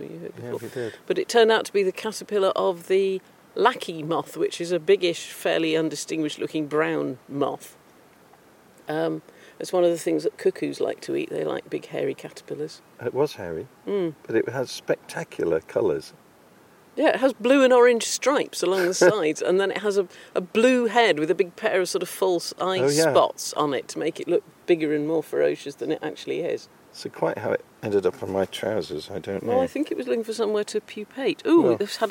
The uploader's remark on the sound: Exploring the wildlife and soundscapes of Start Point and Slapton Ley, both of which lie along the south coast of England, in the county of Devon. Start Point is one of the most exposed peninsulas on the English coast, whereas the nearby Slapton Ley is the largest natural lake in south-west England, and a National Nature Reserve.